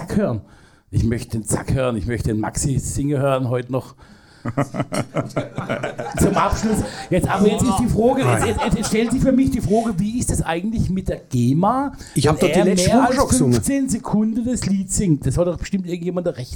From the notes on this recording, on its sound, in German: Denn auch im zweiten Teil des Livepodcast blicken.